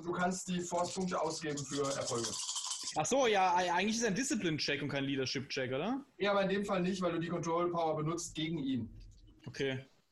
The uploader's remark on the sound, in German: Leider ist dies noch eine Aufnahme, in der unser Interface den Geist aufgegeben hatte, deshalb leidet die Audioqualität etwas.